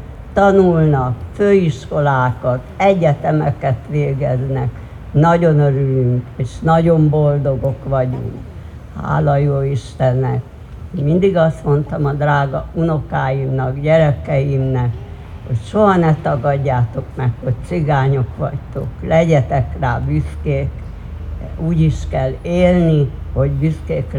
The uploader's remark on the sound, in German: August am Ceija-Stojka-Platz in Wien 7 der 500.000 von Nazis ermordeten Rom*nja und Sinti*zze. Ungeschnittene Aufnahme der Reden auf der Gedenkveranstaltung. (Aus urheberrechtlichen Gründen ohne Musik.)